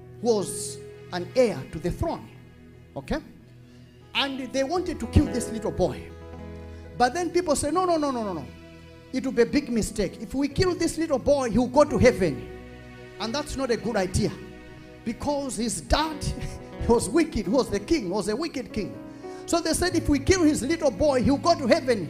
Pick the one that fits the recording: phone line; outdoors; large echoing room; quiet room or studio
large echoing room